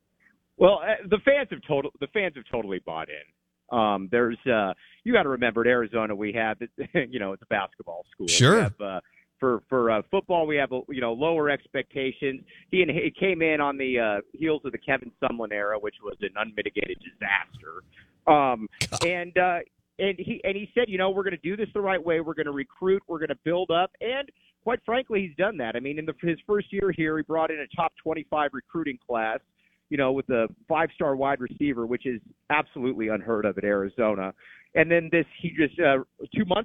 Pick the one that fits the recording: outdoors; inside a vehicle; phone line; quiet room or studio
phone line